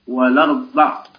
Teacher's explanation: إذن ولرضى وضعها لنا، ولرضى أصله الأرض، إذن هذه الهمزة التي على أرض نقلت إلى لام التعريف الساكنة